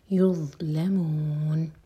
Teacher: ہماری زبان اوپر والے دانتوں کو ٹچ کرنی چاہیے اور تھوڑی سی ٹپ باہر ہو اور منہ بھر کر پڑھا جائے گا